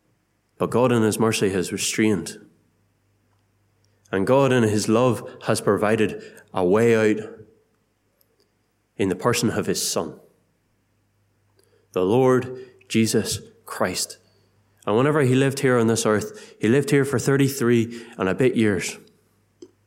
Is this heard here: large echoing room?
yes